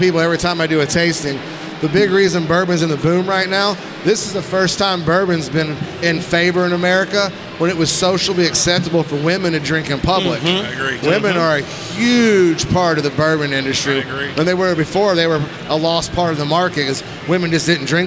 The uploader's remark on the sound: we record live from PROOF Festival at Cincinnati's Duke Energy Center during the first ever high proof spirit and cocktail festival to hit Southern Ohio.